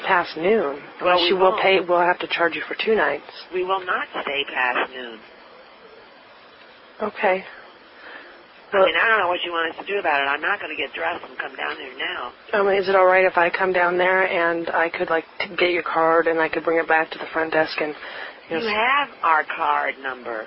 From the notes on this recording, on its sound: RBCP's Personal Prank Phone Calls Collection. Hotel front desk pranking guests.